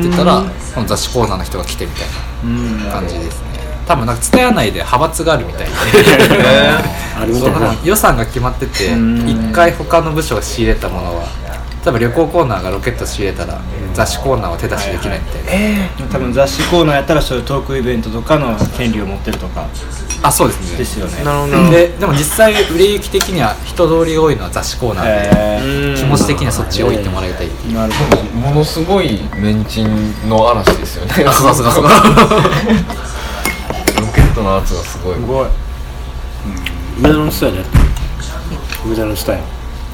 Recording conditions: busy venue